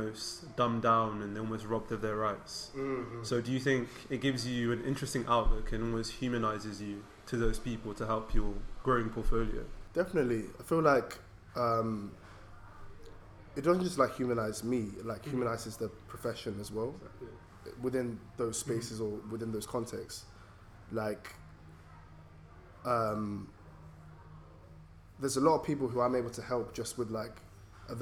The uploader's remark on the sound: we improvised by recording at a pub in central London so please embrace the “ambient” noise